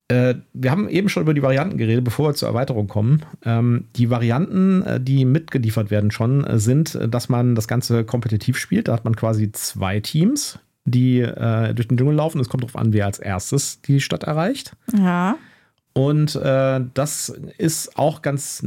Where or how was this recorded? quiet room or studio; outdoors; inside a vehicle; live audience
quiet room or studio